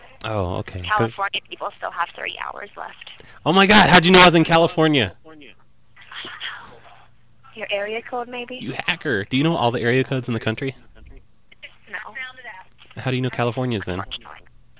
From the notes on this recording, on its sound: RBCP's Personal Prank Phone Calls Collection